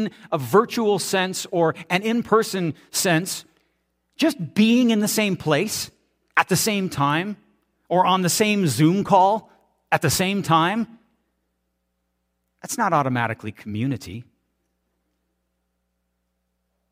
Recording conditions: large echoing room